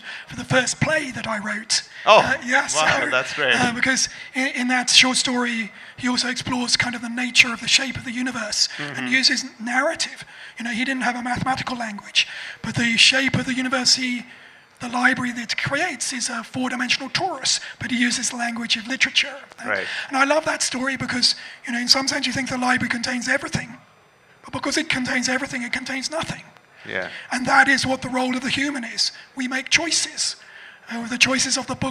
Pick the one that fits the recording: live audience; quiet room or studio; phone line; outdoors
live audience